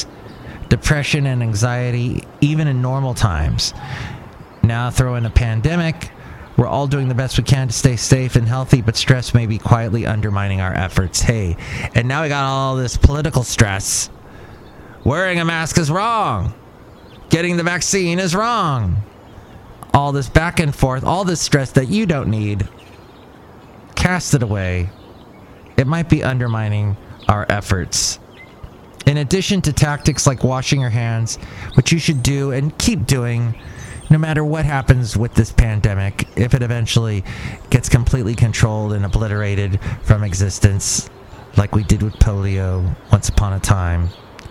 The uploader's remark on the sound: podcasts live from Cafe Anyway